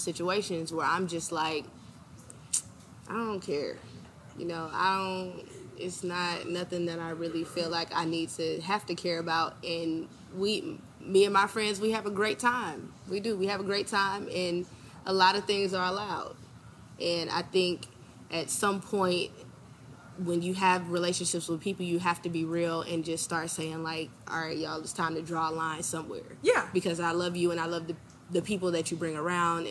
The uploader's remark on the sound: Venue: Bar 2200 - Houston, Texas